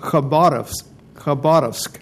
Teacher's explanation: the KH, the beginning of Khabarovsk, is a H sound, and the stress is on the middle syllable, so it ends up Khabarovsk, Khabarovsk.